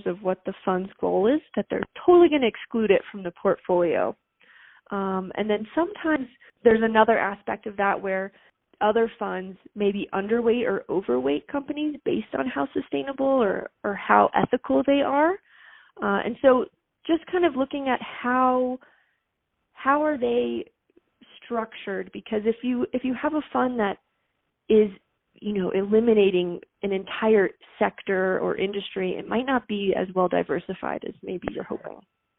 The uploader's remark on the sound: Phone Audio